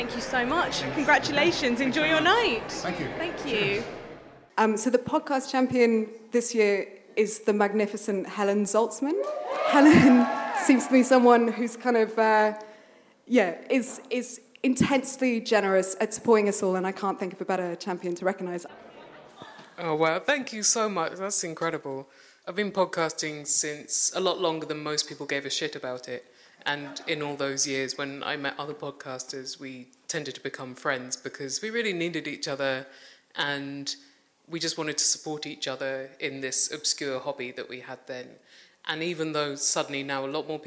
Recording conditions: busy venue